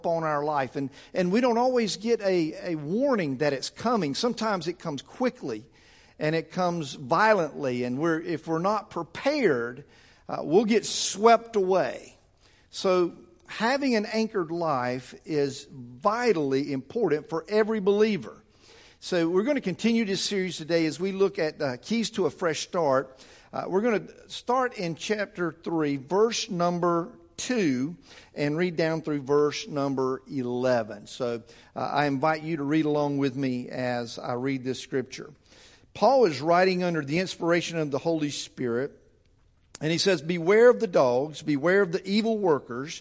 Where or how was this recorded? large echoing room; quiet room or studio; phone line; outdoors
large echoing room